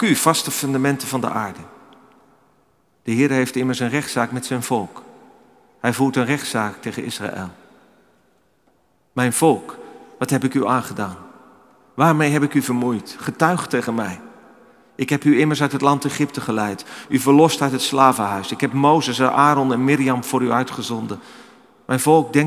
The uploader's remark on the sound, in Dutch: Opgenomen in de Noorderkerk te Amsterdam.